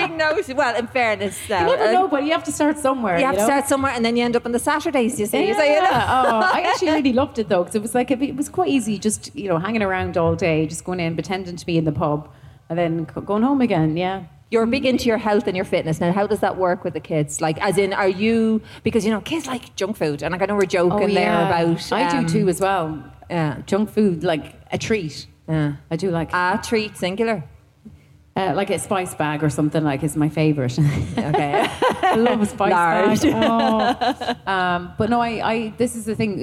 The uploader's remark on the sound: live from Electric Picnic!